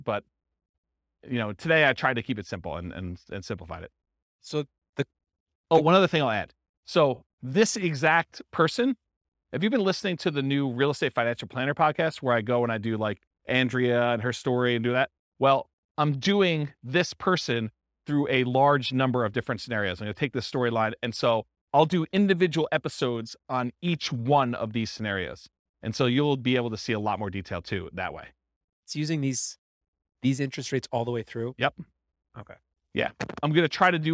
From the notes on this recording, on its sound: This was a live class recorded